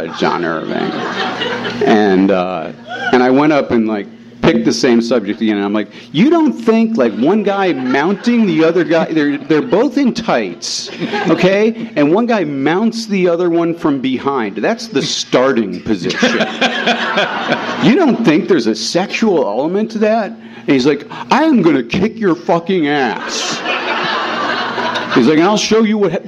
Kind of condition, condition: setting, live audience